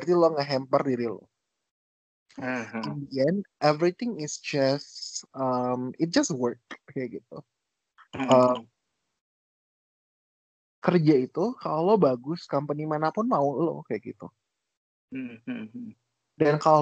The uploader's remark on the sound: Terribly sorry for rubbish sound quality but hey this is the first episode right.